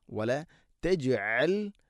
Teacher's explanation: ജീമിനെ ഖൽഖല ചെയ്യണം, കേൾക്കണം